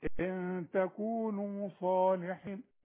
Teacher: عايزك الصاد دي فخميها شوية · Term: التفخيم